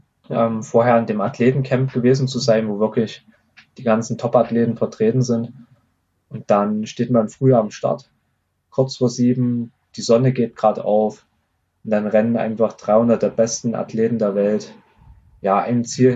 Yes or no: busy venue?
no